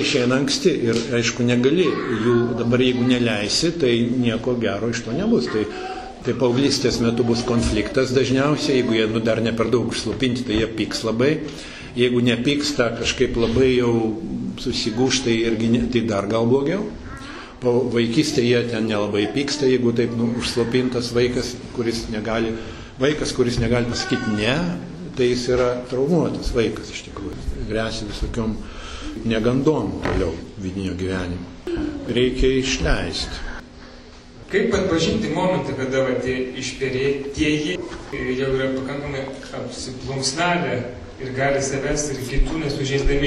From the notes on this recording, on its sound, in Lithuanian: Įrašas iš šeimų festivalio.